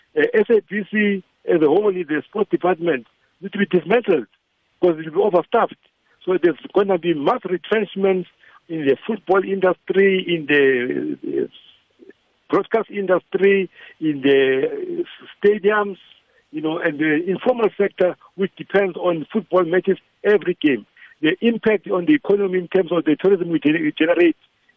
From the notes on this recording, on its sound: Was unable to make it our studios to explain the current ICASA situation but he did join us over the phone.